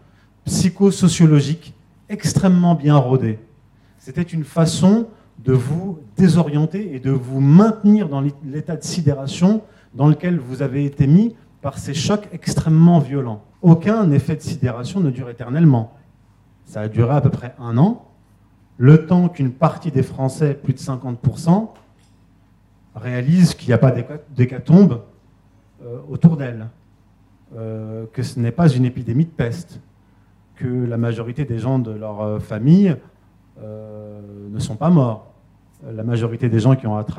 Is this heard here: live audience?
yes